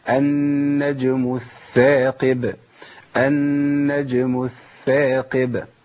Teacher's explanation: لازم ابين رخاوة في الثاء الاولى